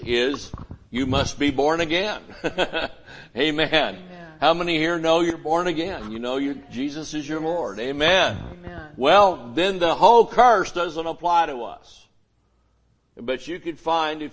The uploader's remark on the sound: Sunday Morning Service